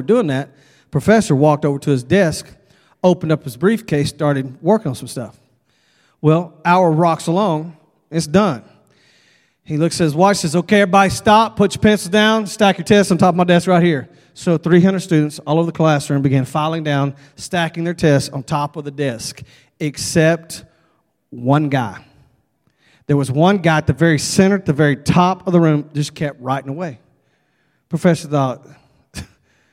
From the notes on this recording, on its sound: at Broadway Baptist Church, Lexington, Kentucky